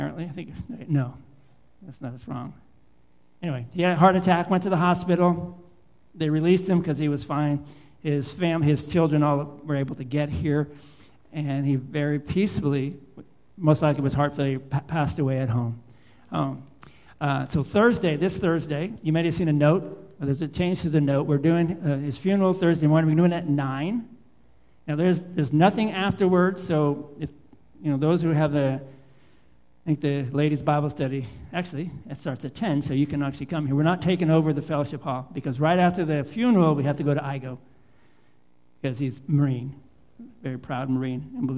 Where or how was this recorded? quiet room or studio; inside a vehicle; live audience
live audience